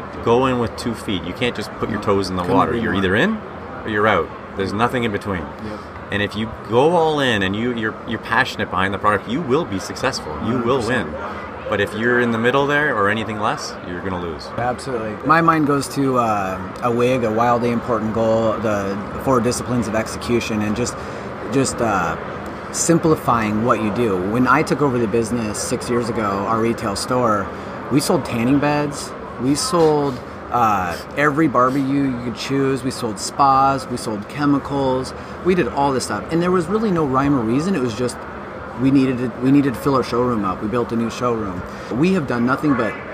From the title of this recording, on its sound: Live from HPB Expo 2019